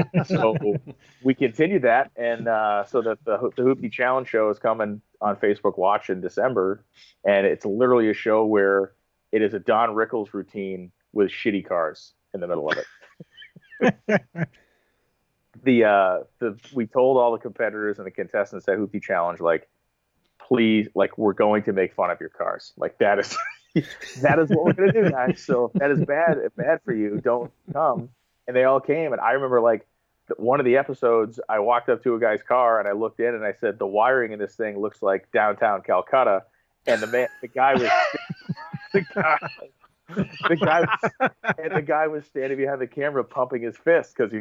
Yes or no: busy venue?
no